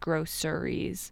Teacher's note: A lot of people will say it with like the, instead of the sh sound, they'll say like a sir sound.